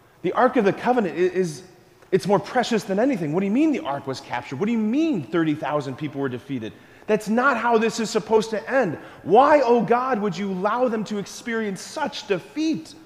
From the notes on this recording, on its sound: School Mass. Preached this homily on January 11, 2024 at Sacred Heart of Jesus Catholic Church in Wadsworth, OH.